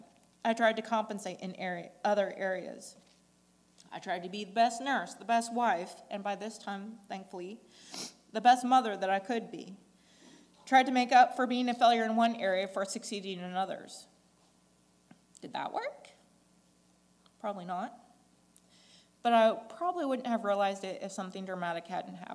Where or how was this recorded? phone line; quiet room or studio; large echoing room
large echoing room